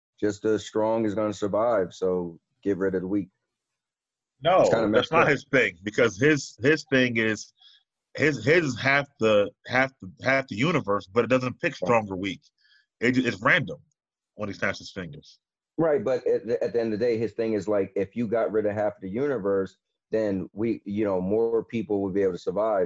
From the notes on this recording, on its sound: Netflix Watch Party No.1. Gonna start the zoom call now.